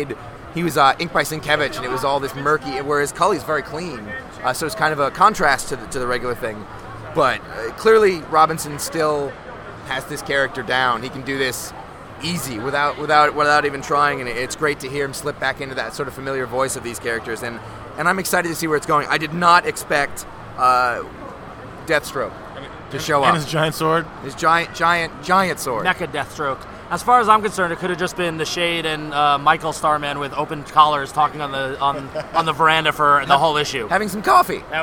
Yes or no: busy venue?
yes